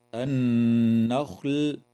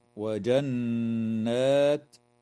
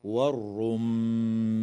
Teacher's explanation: وتغن النون المشددة في كلمة النخل، وفي كلمة وجنات، وكذا الميم في كلمة والرمان، والغنة هنا بمقدار 2 حركات كما قلنا مرارا.